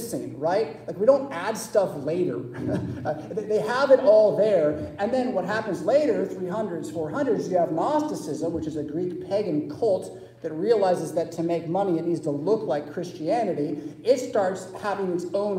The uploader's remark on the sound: Preached at St Paul Lutheran Church , Rockford, Illinois on Easter Sunday April 9, 2023